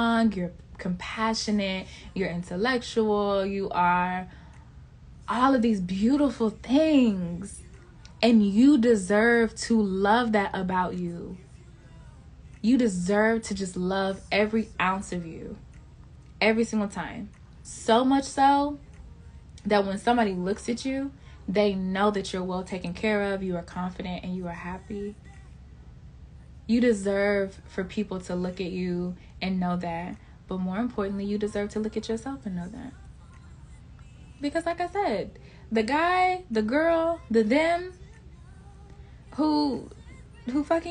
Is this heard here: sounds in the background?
yes